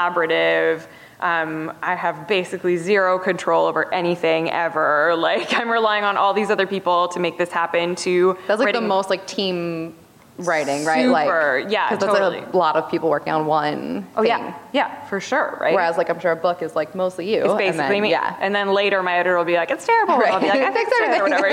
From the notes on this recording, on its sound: LIVE from SDCC. San Diego Comic Con, for inviting us back for a second year to do a live podcast recording!